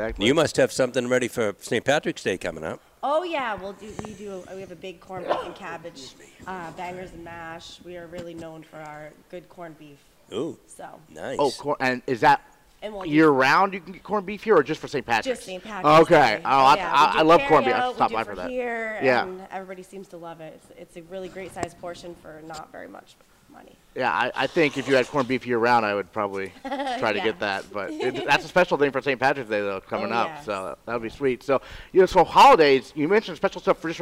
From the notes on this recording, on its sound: Broadcast live from Gridiron Restaurant. With the MPA basketball state tournaments underway.